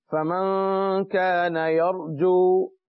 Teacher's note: نون ساکن کے بعد کاف آیا، حروف اخفاء میں سے ہے لہذا میں نے غنہ کیا